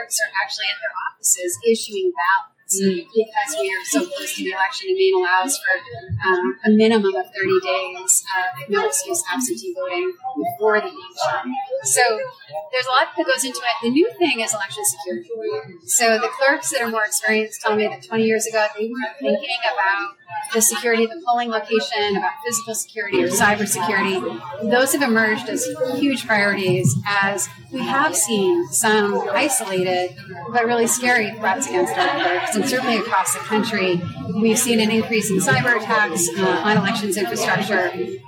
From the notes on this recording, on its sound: On the convention floor. The audio quality is not the best, and for this we apologize.